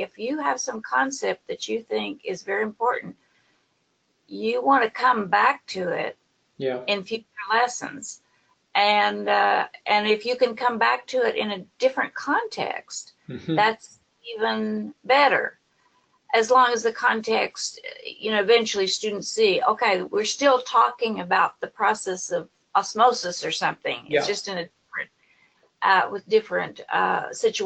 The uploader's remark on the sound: Apologies in advance that the audio quality isn't up to our usual high standard - due to some technical difficulties, we had to resort to Plan B, which means the recording isn't quite as crisp as it otherwise might have been!